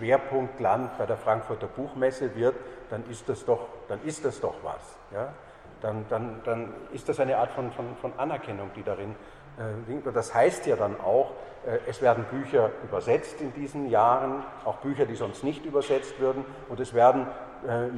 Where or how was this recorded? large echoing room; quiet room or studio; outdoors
large echoing room